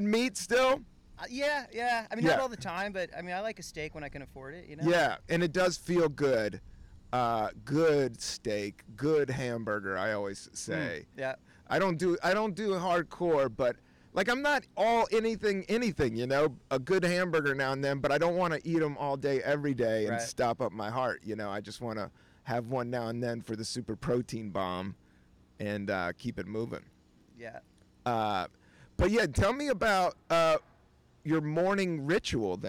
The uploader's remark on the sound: Recorded on a rooftop in Brooklyn.